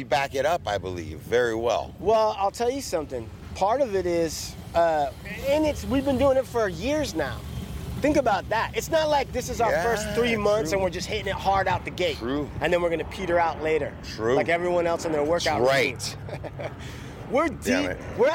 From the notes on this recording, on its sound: HEAR WHAT HANGING OUT AT THE BEACH ON A SUNNY SEPTEMBER SUNDAY IN LA SOUNDS LIKE